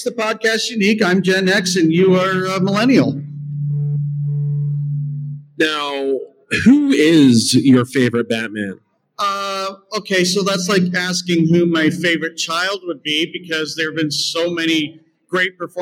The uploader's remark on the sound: We streamed live from London Comic Con in London Ontario! We were working with some different equipment so the sound quality is a bit different this week.